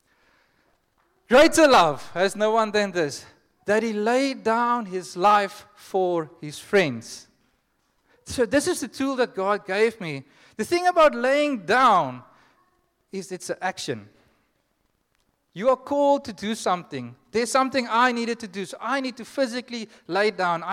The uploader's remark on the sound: Joshua Generation Church Wellington AM congregation